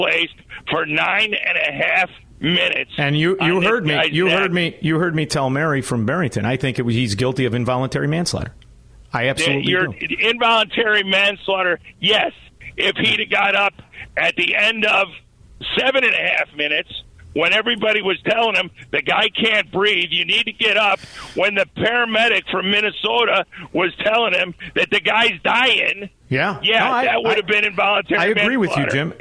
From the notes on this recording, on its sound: opens the phone lines so listeners can have their say